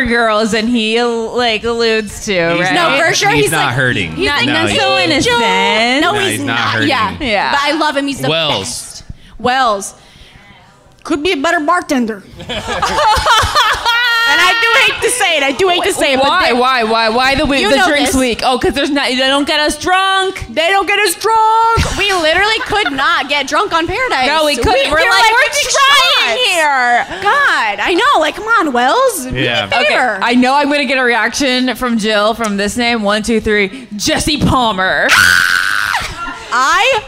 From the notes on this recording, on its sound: live at Audrey's Coffee House and Lounge in Rhode Island